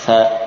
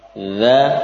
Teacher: Antara fa dan dal, fa dari sisi nafas yang banyak keluar, fa, dha tidak